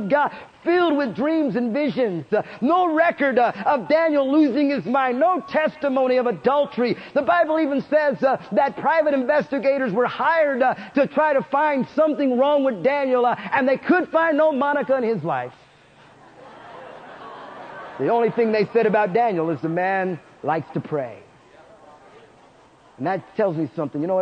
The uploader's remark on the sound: Preached in Prescott Winter Conf.